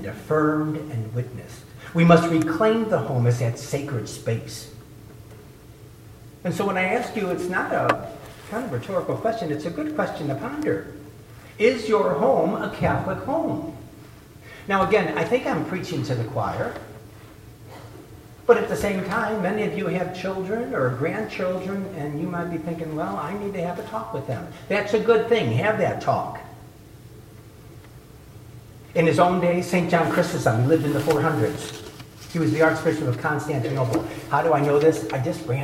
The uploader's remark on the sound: delivered the keynote address at the Eighth Annual Legatus Gospel of Life Prayer Breakfast